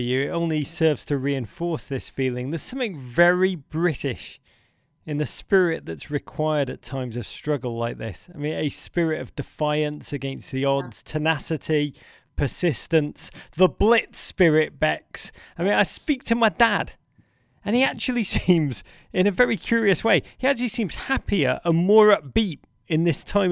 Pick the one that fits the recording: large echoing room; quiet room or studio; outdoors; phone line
quiet room or studio